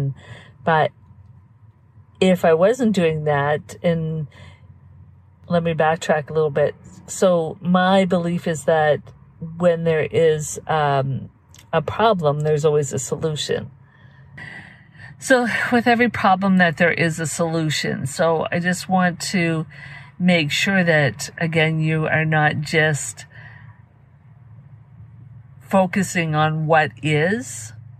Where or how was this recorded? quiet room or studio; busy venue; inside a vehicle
inside a vehicle